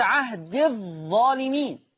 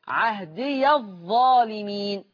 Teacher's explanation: قرأ حفص بسكون الياء مع حذفها وصلا · Shown in: first take · فتصير عهد الظالمين، ولكن حال الوقف يقرأ عهدي فتصير مد طبيعي ثابت وقفا فقط عهدي، لكن لما يوصل حفص هتحذف الياء عهد الظالمين.